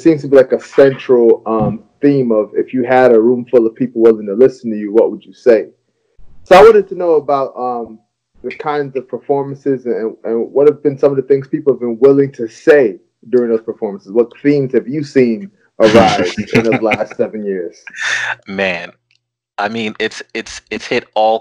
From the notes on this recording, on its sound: we recorded a remote interview via Skype